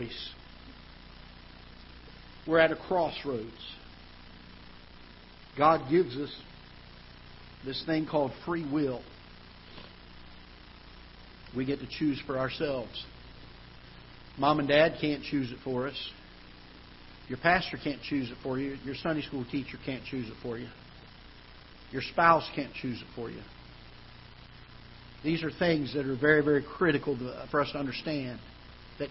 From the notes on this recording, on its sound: Ketha Heights Baptist Church ~ Live Broadcast.